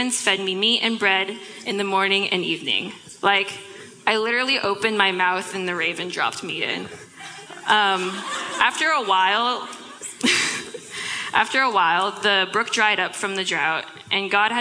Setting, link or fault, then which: setting, live audience